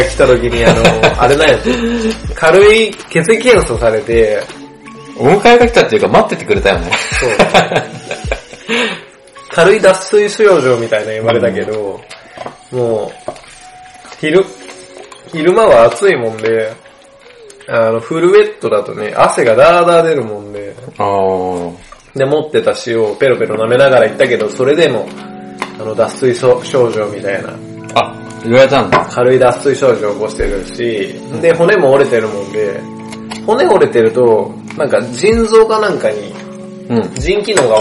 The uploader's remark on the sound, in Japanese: 音質注意 今回雑音多めです